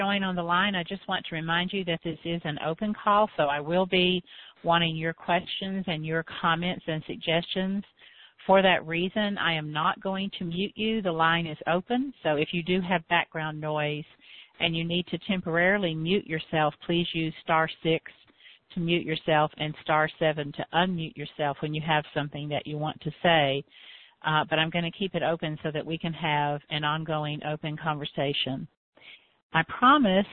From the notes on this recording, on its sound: I answered some common questions on this live Q and A call.